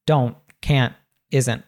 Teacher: we'll pronounce that T as what's called a glottal T. It's a sound that's cut off at the back of, we cut the T off at the back of our throat, right?